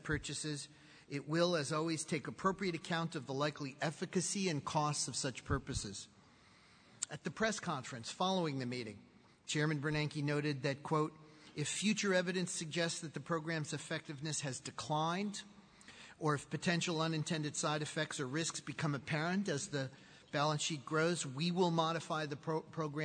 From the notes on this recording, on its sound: speaks at the Charlotte Chamber of Commerce's Annual Economic Outlook Conference